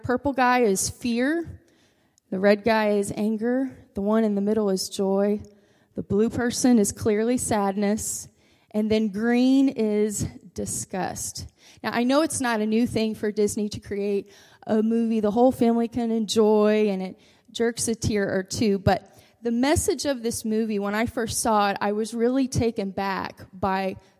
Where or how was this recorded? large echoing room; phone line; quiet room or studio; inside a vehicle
large echoing room